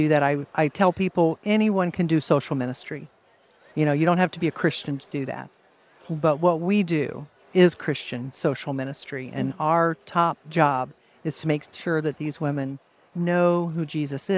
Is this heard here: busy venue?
yes